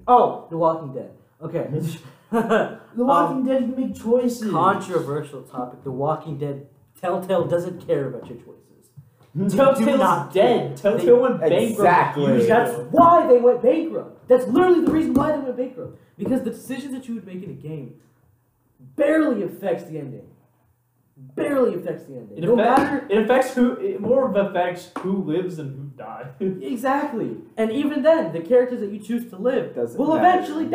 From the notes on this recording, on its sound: Please excuse the microphone quality, we will be switching to studio mics soon.